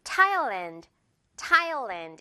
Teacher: 그런데 태국 발음할 때 silent 아니고요. TH 발음이 아니라 그냥 T 발음만 나면 돼요.